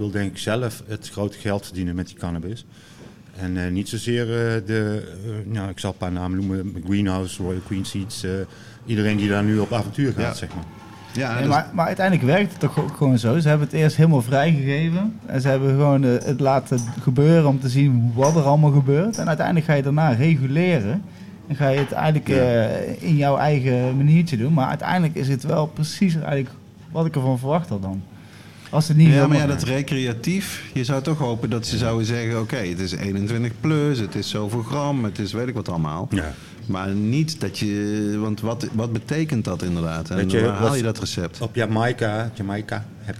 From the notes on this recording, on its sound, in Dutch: Aflevering met publiek vanuit coffeeshop High Times in Eindhoven.